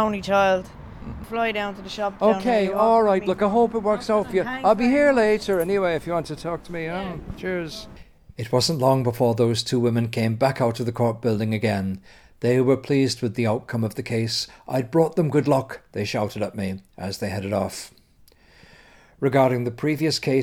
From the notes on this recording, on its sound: The Criminal Courts in Dublin City Centre. Chats to people outside the Criminal Courts in Dublin's City Centre.